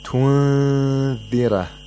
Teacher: We have the approximation of the ذَال، and at the same time we have to make a nasal sound for two vowel counts. · Term: إِخْفَى نُون سَاكِنَة